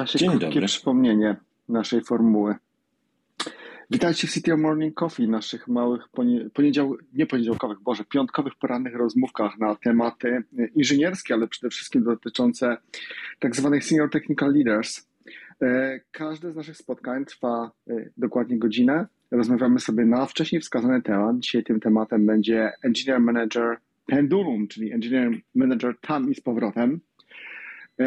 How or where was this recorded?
video call